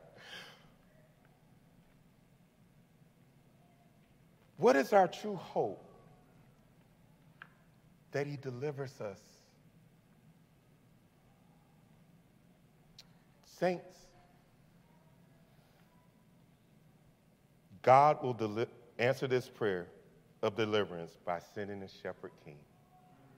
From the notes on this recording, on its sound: This message was delivered on November 20th 2022 at New City Fellowship: West End in St. Louis, MO.